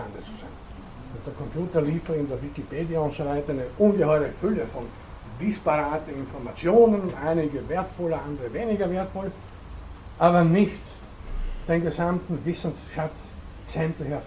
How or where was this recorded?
large echoing room